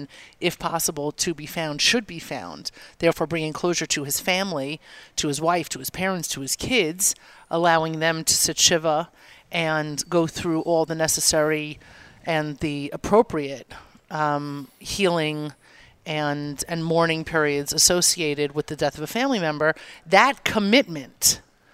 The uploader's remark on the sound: Live from The Inbal Jerusalem Hotel